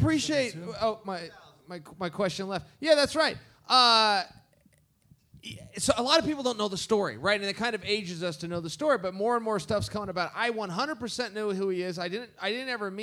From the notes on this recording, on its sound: Live on stage. Live in Las Vegas. For a wild on stage collaboration!